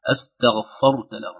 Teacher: وترقق الفاء لأن الفاء واقعة بين غين مفخمة وبين راء مفخمة